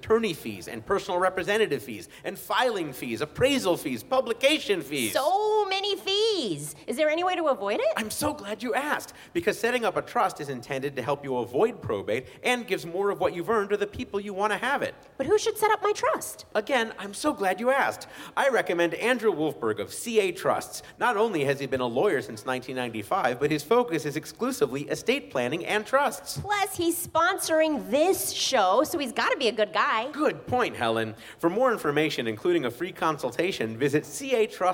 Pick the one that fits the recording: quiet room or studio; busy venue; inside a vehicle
busy venue